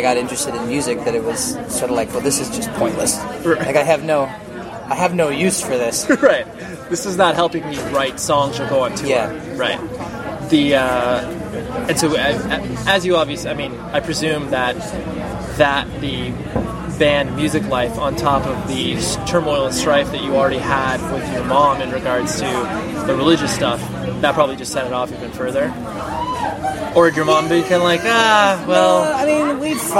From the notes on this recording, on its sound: At a show he performed here in Southern California so please forgive the background noise that you hear.